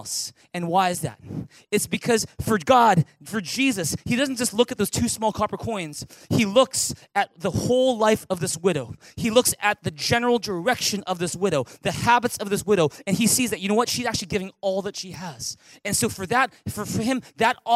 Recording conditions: large echoing room